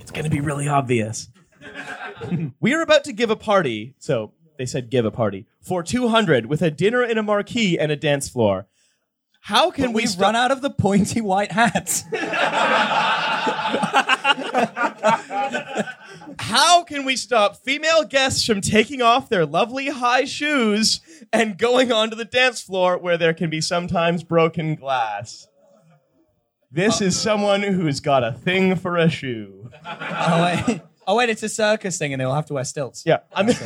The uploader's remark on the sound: This is a recording of our recent live show at the Sekforde in London.